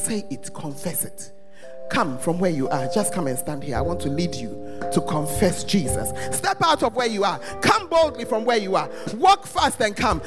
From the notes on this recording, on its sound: Preached at First Love Center Ayeduase